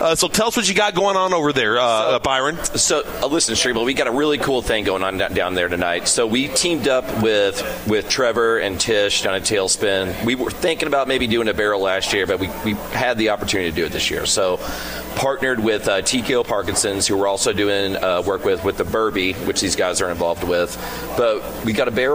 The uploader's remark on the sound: Broadcasting live from BW3s on Westport Road!